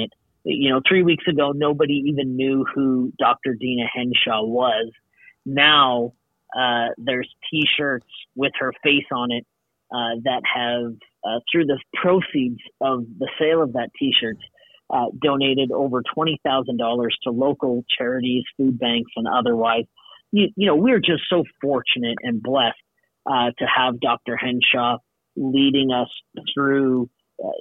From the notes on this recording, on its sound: Takes this call from his third floor office at the Alberta Legislature in Edmonton.